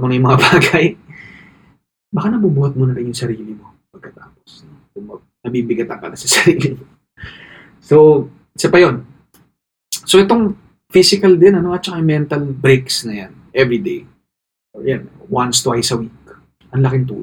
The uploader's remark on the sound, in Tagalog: Isang gabi, umupo lang ako at nagsimulang mag-record. Ni hindi ko nagamit ang malinaw kong mic.